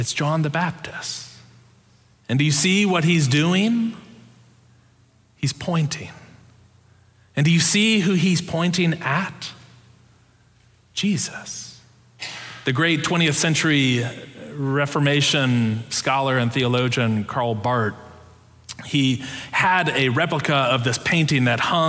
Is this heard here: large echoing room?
yes